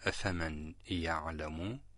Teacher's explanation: كيف أن النون الساكنة أدغمت في الياء، أفمن يعلم، أدغمت النون هنا في الياء، أفمن يعلم. · Term: الإدغام الناقص